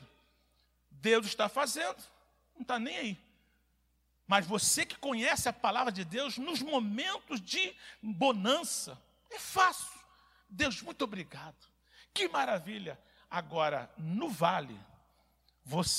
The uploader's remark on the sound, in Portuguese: CULTO - AO VIVO